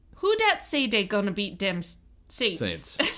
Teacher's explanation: The TH sound is pronounced as D